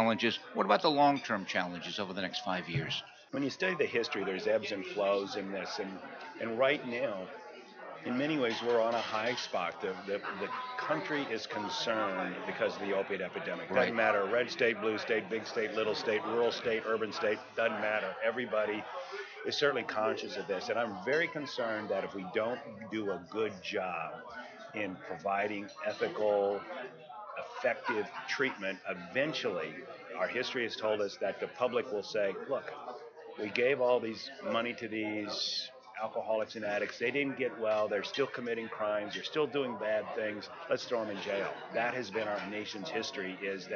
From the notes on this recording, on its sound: broadcasting from the 39th Annual NAATP Leadership Conference in Austin, Texas - May 21 - 23, 2017